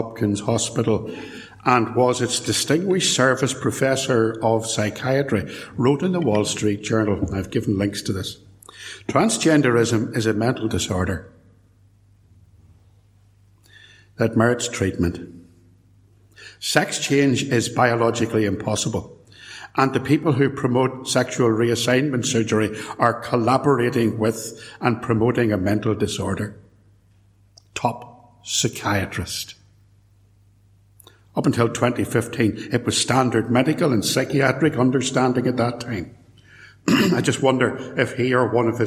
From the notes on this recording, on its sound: I was invited to give at talk at Templepatrick Reformed Church. I’ve published the original live recording of the talk, with the permission of the church.